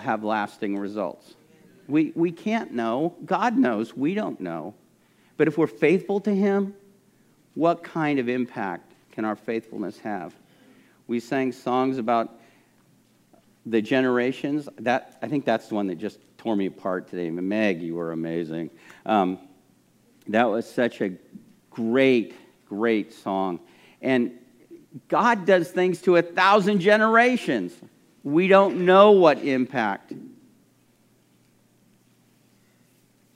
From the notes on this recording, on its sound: This message was recorded at a Sunday service on February 20, 2022